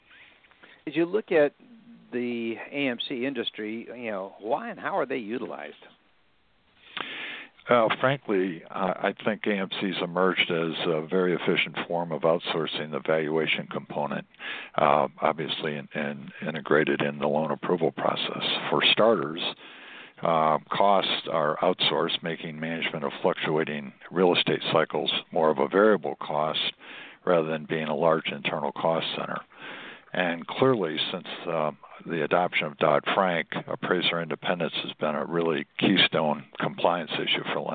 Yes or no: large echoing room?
no